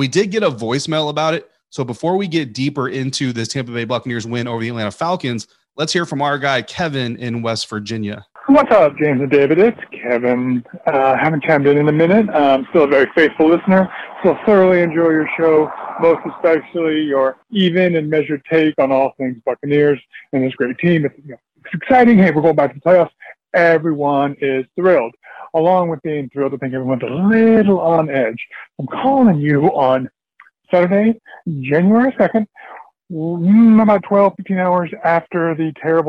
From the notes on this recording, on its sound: share the voices of Bucs fans who called in after the game